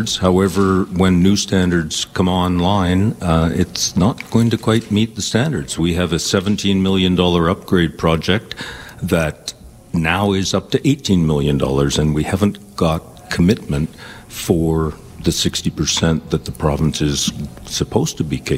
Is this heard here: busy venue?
yes